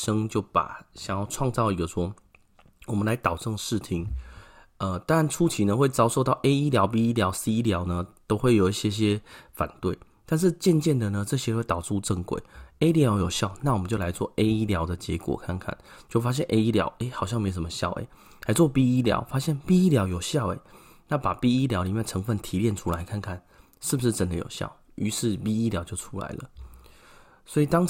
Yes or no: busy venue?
no